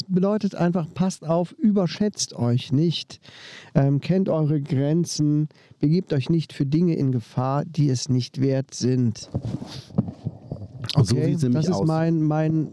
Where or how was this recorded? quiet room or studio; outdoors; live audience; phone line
outdoors